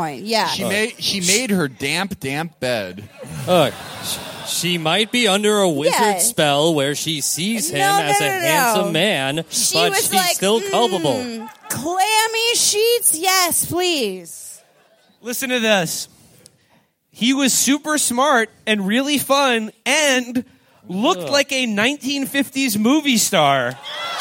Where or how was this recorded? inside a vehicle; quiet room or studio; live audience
live audience